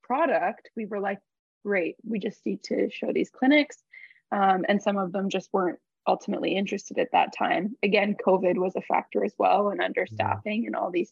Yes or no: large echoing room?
no